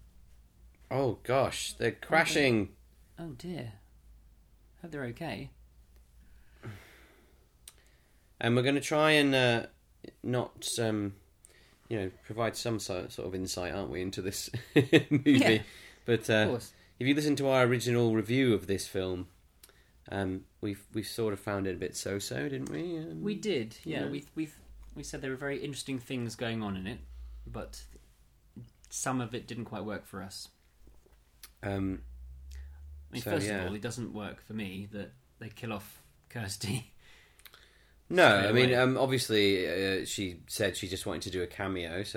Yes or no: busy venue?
no